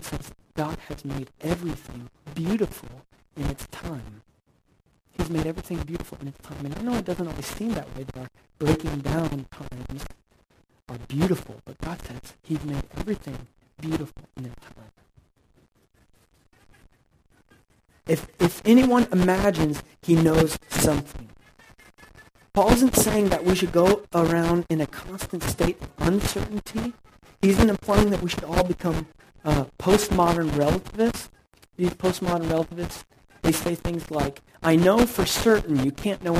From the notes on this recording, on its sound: Unfortunately, we had yet another technical malfunction as you will quickly notice as soon as you hear the audio.